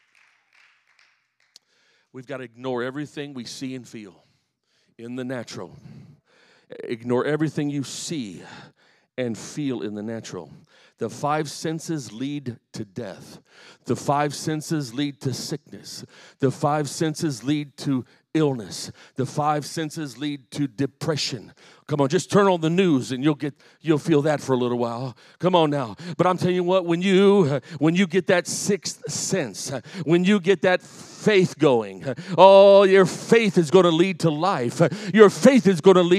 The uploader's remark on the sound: The following is a message I preached at the home church in Harvey, Illinois.